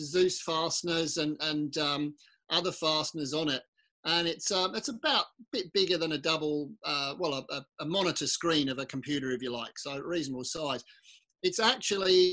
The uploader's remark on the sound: The first ever WONZ Virtual Forum Meet, via Zoom, as a result of the Covid 19.